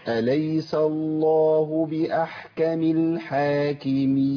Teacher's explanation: السين مرققه واللام بتاعت اسم الجلاله مفخمه والهاء مرققه · Term: اللام مفخمه